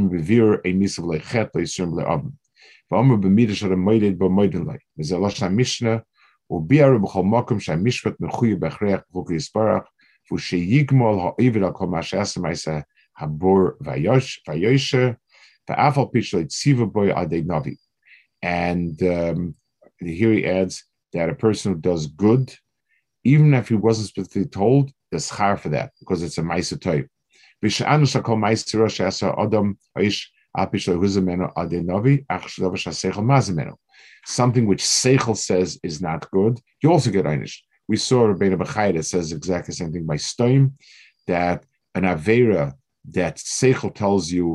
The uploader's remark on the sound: This shiur take place over Zoom on Motzei Shabbos.